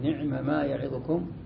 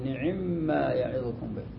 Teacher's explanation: ادغمت إحداهما بالأخرى فأصبحت مشددة · Shown in: second take · بدل أن تقول نعمة ما يعظكم تقول نعم ما يعظكم به، نعمة. · Term: إدغام